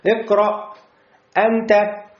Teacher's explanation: хамза, резкая остановка и напряжение, небольшое напряжение в горле